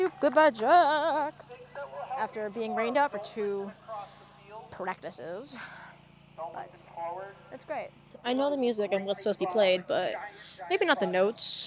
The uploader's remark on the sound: highlights from mic'ed up members of the UNH Marching Band during our 2023-24 Road show